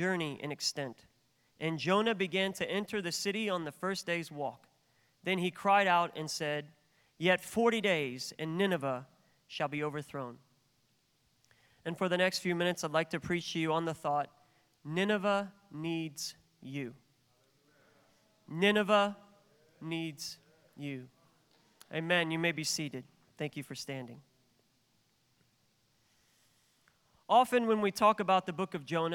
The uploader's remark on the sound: This is the fifth day of our National Conference in January 2023.